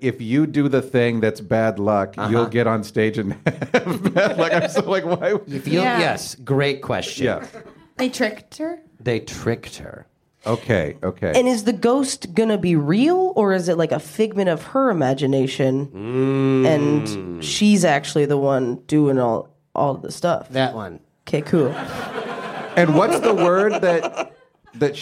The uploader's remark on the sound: Perform a live version of the podcast. At Comedy Bar as part of the Just for Laughs Toronto comedy festival.